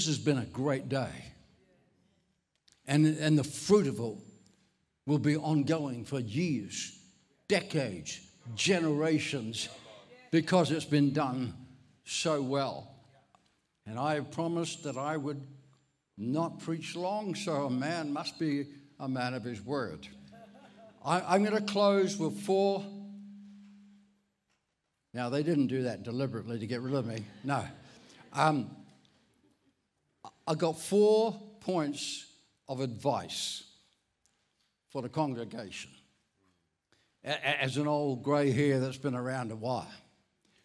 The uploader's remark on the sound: This message was recorded at Encompass Church, Bundoora in July 2023.